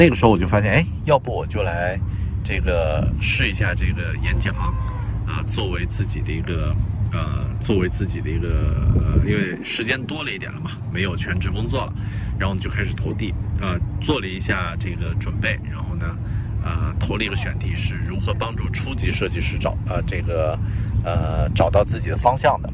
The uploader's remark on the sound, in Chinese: 这期在新西兰首都惠灵顿海边码头录制的节目